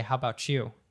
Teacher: That T-Y becoming a ch